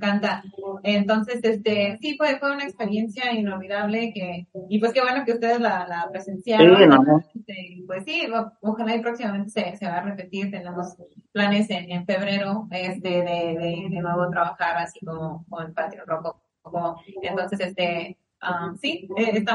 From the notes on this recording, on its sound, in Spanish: Entrevista a través de zoom.